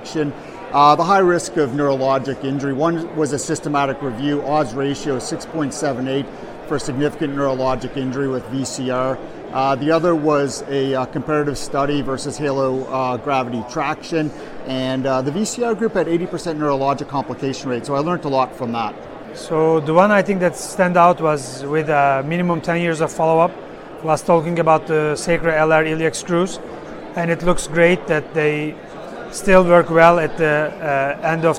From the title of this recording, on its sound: 29th IMAST | Session Moderator Live Interviews